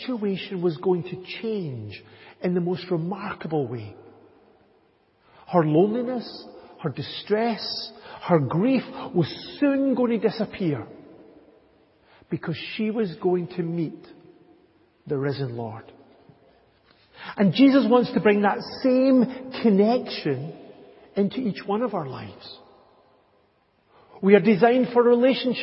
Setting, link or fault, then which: setting, large echoing room